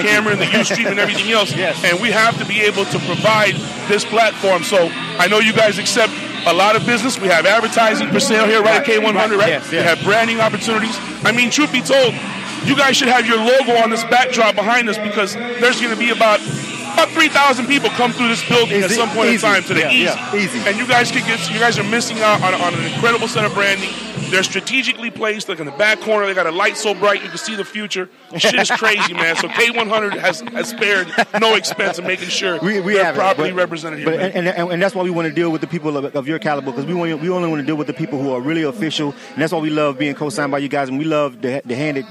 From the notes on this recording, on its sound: We were live at the ATL Record Pool a, semi-annual event held in Atlanta